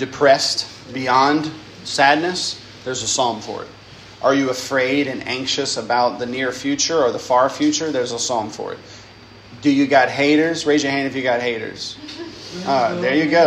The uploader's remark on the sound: lecture given at Christ Church Academy